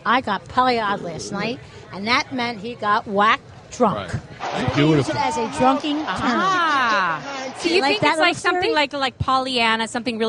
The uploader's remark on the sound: LIVE from #DNC SPhilly After Party.